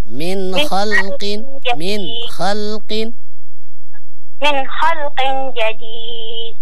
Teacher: إظهار النون عند الخاء من خلق